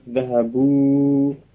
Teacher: Jadi alif yang terletak sudah wawu itu sekedar penanda yang menunjukkan bahwa wawu tersebut ini digunakan untuk jamak, untuk menunjukkan jamak. Ya, jadi alifnya tidak diucapkan, tidak terucap. · yang ada hanya bunyi wawu, wawu sukun sebagai bacaan panjang dari dhammah sebelumnya. Zahabu, jadi alifnya tidak terucap.